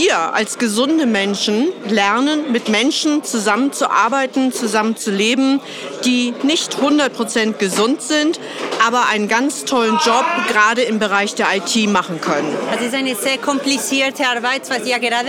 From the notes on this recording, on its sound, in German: Diese besondere Episode haben wir auf der Weihnachtsfeier 2022 in Stuttgart aufgezeichnet. Wir haben einige Mitarbeiter interviewt.